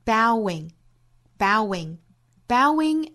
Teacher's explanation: 两个元音在同一个单词里相遇了，带出一个小小的 w 的音